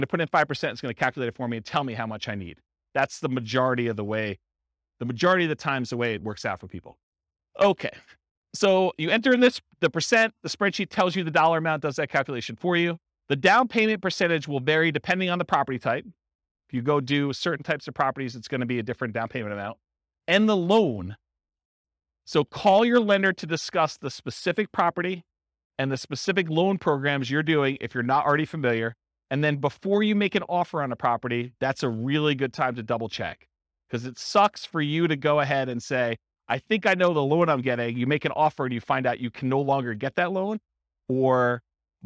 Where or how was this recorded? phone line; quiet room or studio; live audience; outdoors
live audience